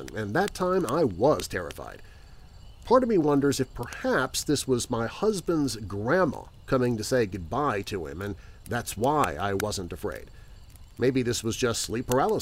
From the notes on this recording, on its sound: Once a month I come to you without the fancy production and creepy music, and it’s just you, me, and this campfire with whatever Mother Nature wants to send our way for background noise. Background music provided by Alibi Music, EpidemicSound and/or AudioBlocks with paid license.